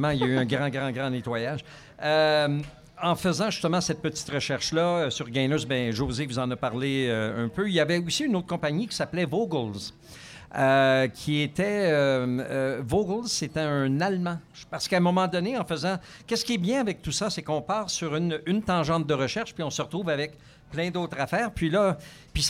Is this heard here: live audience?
yes